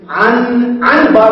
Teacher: النون تقلب ميما تبدل ميما ولكن ما تدغم · Term: تقلب النون الساكنة ميما